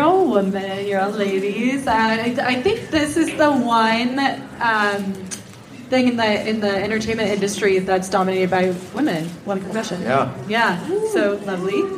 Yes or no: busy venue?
yes